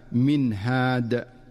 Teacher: ومن أمثلته في قوله تعالى: من هاد، فالنون الساكنة جاءت بعدها الهاء، فتظهر النون إظهارا واضحا من مخرجها دون مبالغة أو تكلف · Term: الإظهار